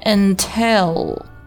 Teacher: 词，这个单词呢很多人都会读成 until 或者 until，注意啊，前面的 un 字母组合发的是一个 n 的音，然后注意尾音的这个字母 L 发的是一个 O 的舌侧音啊，不要用中文的 O 或者 O 或者 O R 这种音去替代一个尾音的舌侧音啊，要把你的舌尖顶在咱们的上牙龈上，然后震动声带，让气流从舌头两侧冲出口腔